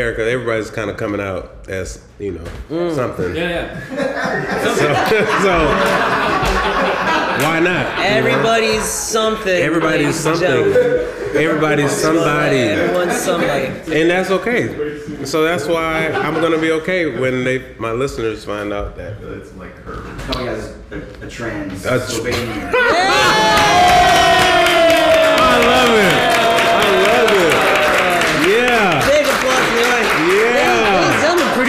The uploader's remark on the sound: Recorded in front of a live audience for the first time.